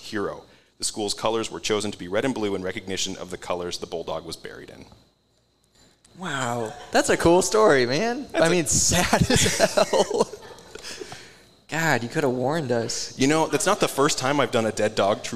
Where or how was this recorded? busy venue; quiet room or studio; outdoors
busy venue